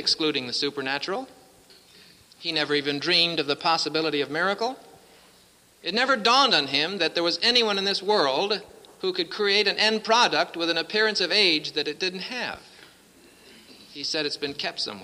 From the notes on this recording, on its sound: presented at Winona Lake Bible Conference 1966